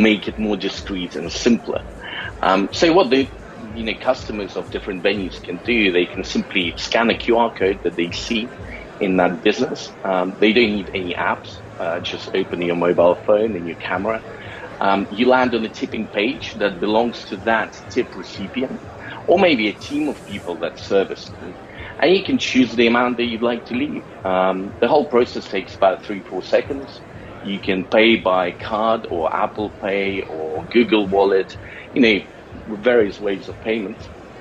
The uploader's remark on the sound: THE AGENDA LIVE AT GITEX GLOBAL. We broadcast live from the largest tech and start-up show in the world.